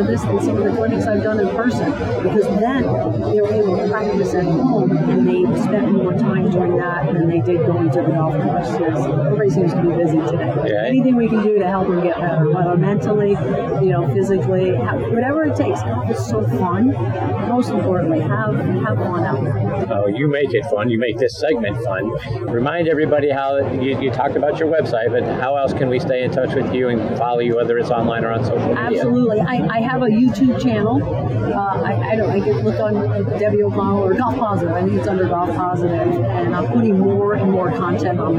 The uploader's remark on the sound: Live From the Floor of the PGA Merchandise Show.